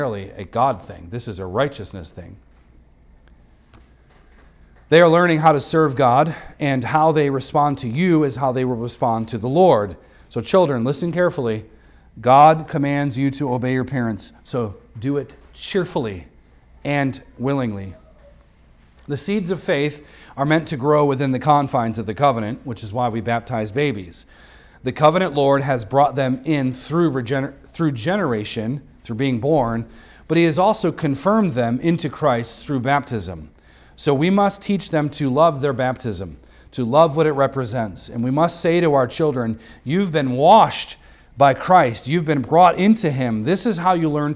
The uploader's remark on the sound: recorded on Sunday, December 3rd, 2023, at the weekly worship gathering of Cross & Crown Church.